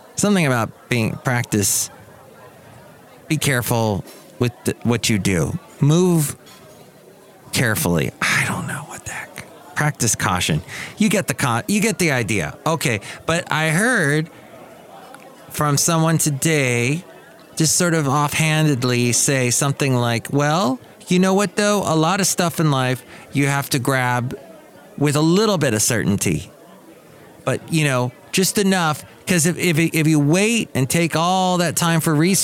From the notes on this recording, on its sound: podcasts live from Cafe Anyway